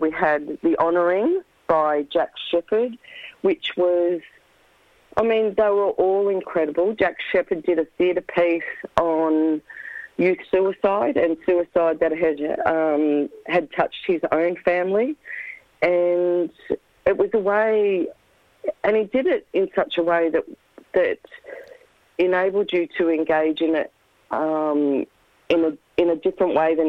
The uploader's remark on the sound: Phones.